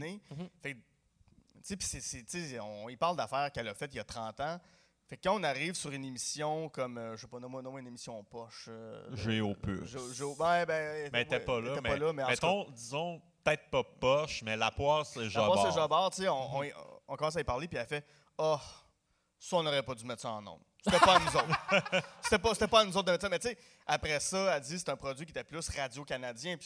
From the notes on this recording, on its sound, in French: Live au FestiPod. Le deuxième épisode live de Sans Présentation arrive au FestiPod. Merci à l'équipe du FestiPod pour la direction audio et vidéo et leur accueil!